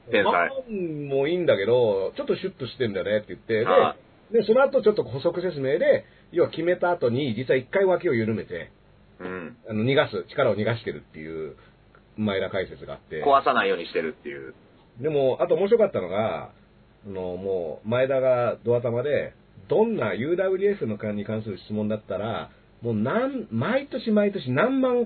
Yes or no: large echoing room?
no